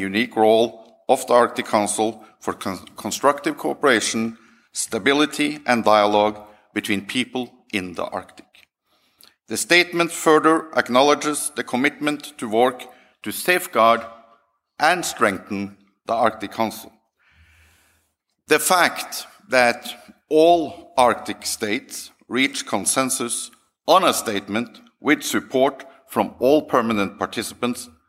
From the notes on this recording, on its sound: This event originally took place at the 2023 Arctic Circle Assembly. The speech is followed by a Q&A with the audience.